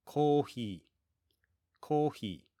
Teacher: As you might expect, because the pronunciation in Japanese and the letters have different sounds, often the sound will change a little bit. So the fi sound is not really common in Japanese, so coffee turns into kohi.